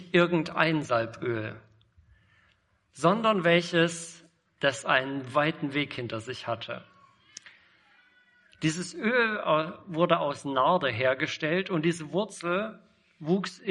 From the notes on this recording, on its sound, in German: Predigt im Rahmen des GreifBar+ Gottesdienstes